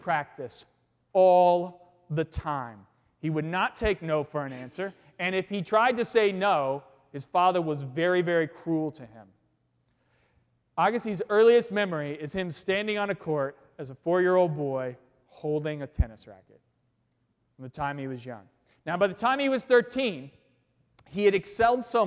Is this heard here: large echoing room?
yes